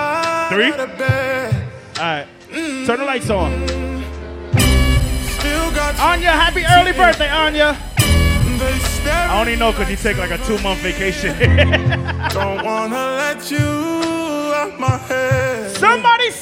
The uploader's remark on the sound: International Brunch Series Live At Polygon